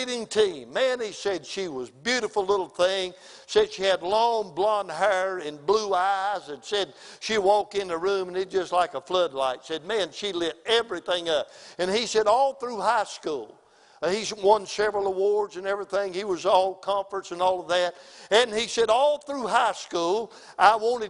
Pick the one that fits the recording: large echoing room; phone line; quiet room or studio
large echoing room